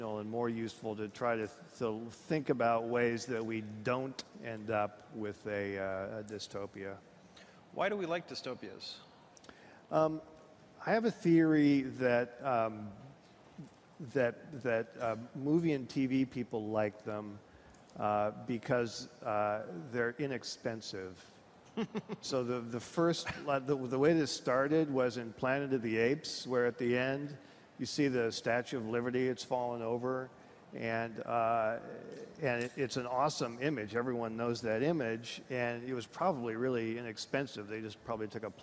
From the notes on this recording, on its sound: on stage at Disrupt in San Francisco